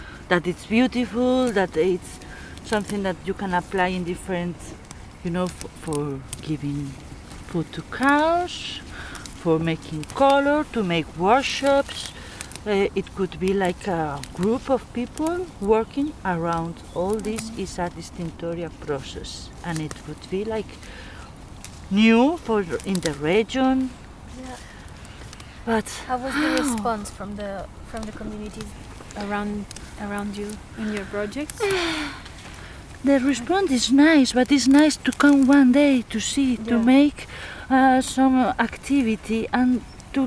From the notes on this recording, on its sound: Asturias, Spain. Once you arrive in Asturias you witness a morning full of farm stuff. On a silent sound walk through the industrial landscape that surrounds the farmhouse we stay. What a loud landscape it is!